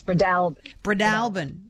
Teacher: I always understood it to be Bredolban with the emphasis on the second syllable, the third almost not pronounced